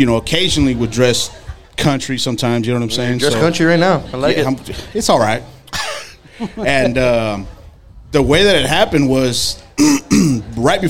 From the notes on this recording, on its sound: Live From ANDY-PALOOZA. Live at The Landmark on Tower for ANDY-PALOOZA.